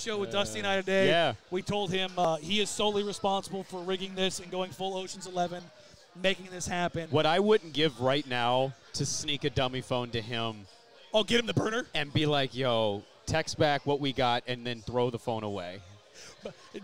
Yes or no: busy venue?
yes